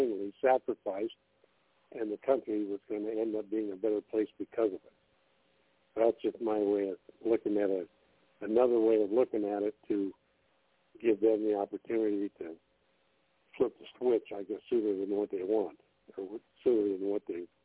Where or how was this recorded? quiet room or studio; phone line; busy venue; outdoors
phone line